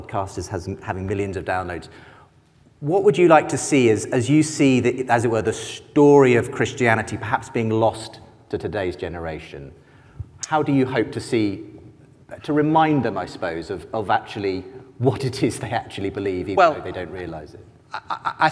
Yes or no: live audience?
yes